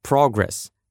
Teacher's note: Если ударение на первом слоге, то это существительное «прогресс», «успехи», «продвижение», «развитие».